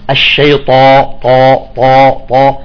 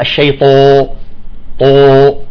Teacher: خلي الطاء هي يجب انه تعبي الفم، الطاء يجب أن تعبئ الفم تماما · Shown in: first take